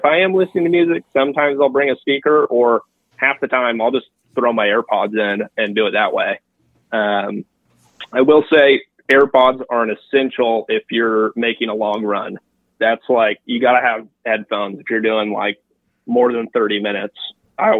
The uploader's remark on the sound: We had some great people call in and ask questions